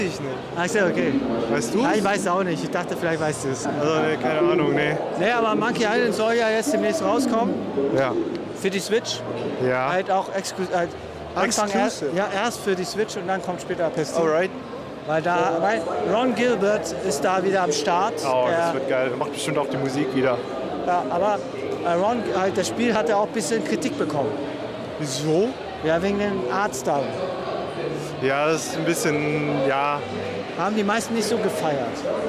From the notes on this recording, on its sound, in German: Gamescom wieder in Real Life und allgemeine Eindrücke über die Messe. In der heutigen Special Podcastfolge sind wir "Live" auf der Gamescom in Köln.